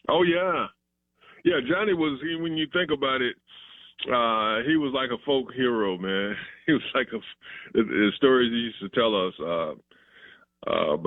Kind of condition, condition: link, phone line